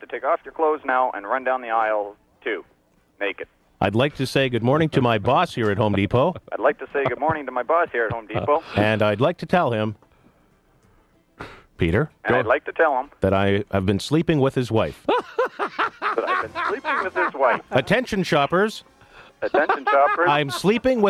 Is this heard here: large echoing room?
no